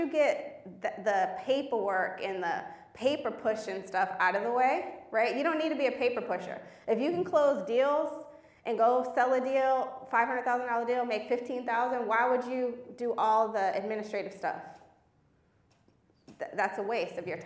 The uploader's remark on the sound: This was live at the Do The Most Conference 2022 in Dallas, TX.